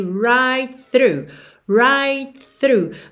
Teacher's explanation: você já junta o T de right no TH do through